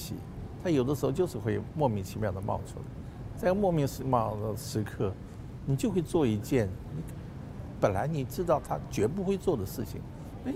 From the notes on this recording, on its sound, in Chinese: 本集於開放式場地錄音，難免受環境音干擾，還請包涵見諒。